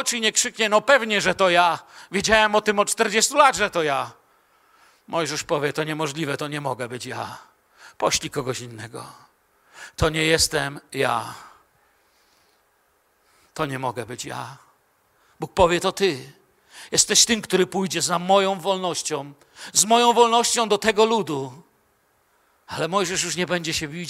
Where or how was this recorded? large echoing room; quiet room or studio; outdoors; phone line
large echoing room